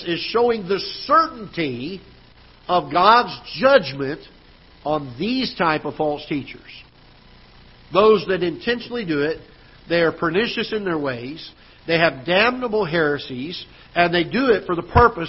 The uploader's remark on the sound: Ketha Heights Baptist Church ~ Live Broadcast